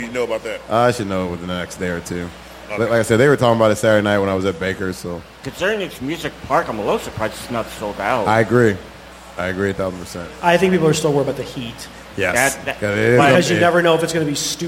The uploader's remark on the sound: Chatting live from the breezy patio of Pepper's Bar & Grill on an unusual cool August night in South St. Louis. A new attendee of the live performance.